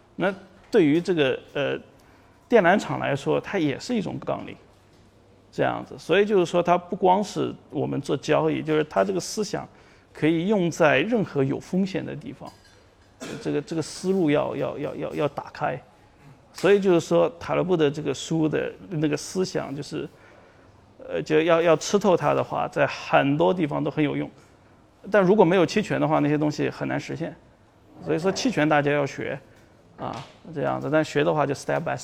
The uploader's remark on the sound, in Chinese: 本期音频来自2019DNOC期权夏季嘉年华，圆桌论坛部分内容分享